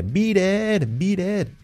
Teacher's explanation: it no es it, es ed, la I como una E